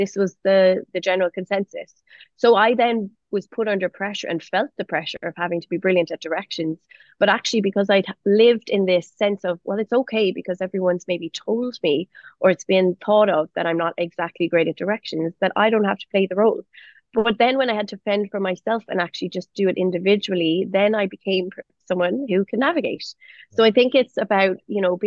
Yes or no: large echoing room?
no